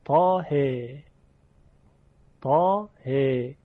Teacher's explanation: و عرض کردیم که تنها موردی که ورش اماله کبرا داره کلمه طه یعنی حرف مقطعه طه هست، اونم در ها، طه طه، که ها رو اماله کبرا کرده، اماله کامل، و تنها امالش هم همینه.